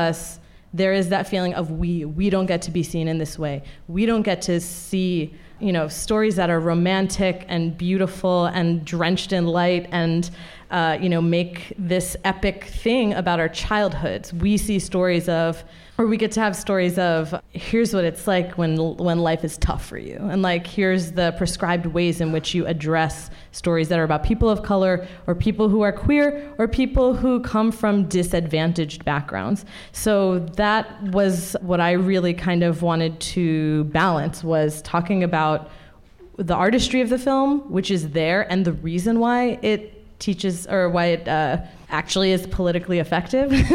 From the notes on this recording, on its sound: before a live audience